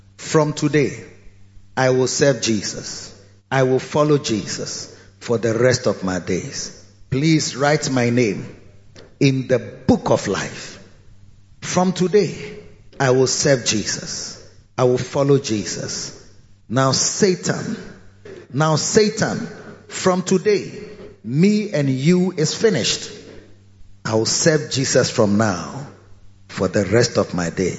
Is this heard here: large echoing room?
yes